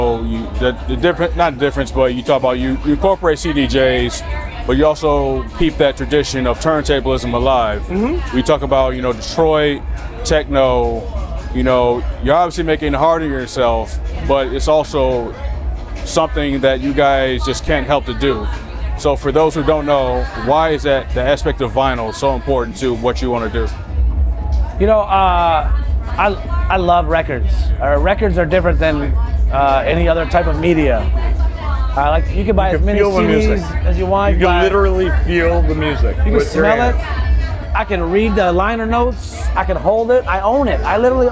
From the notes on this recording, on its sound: The Summer Sessions on 88.3 WXOU FM featuring a collection of interviews recorded live on the grounds of the 2023 Movement Festival in Hart Plaza.